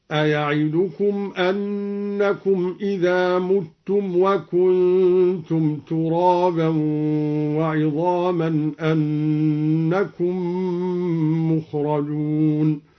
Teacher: قرأ الدوري بضم الميم هكذا